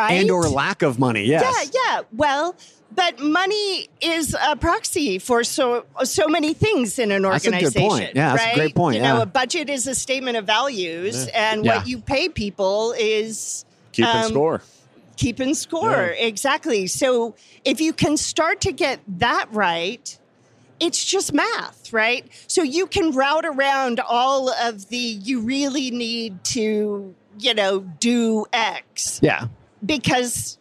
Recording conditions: busy venue